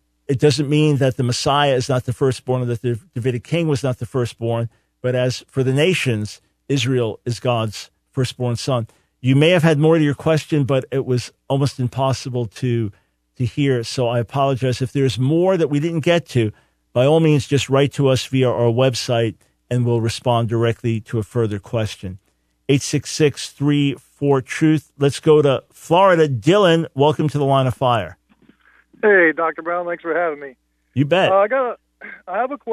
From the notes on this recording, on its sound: Opens the Phones